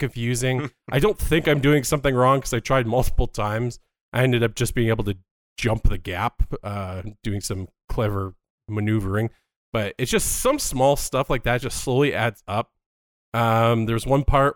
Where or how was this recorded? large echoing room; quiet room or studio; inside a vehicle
quiet room or studio